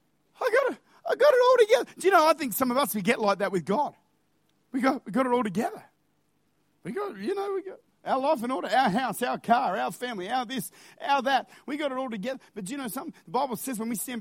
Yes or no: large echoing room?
yes